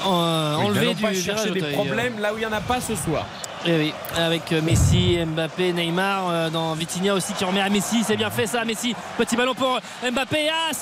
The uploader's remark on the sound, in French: en direct du Parc des Princes